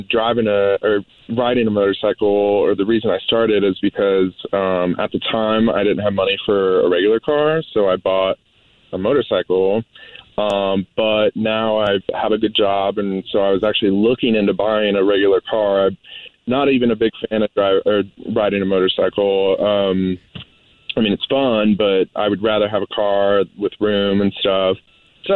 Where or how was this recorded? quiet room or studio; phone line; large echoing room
phone line